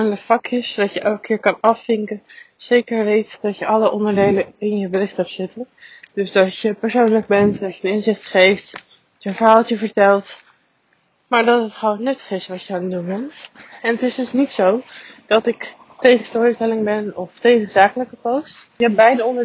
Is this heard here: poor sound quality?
yes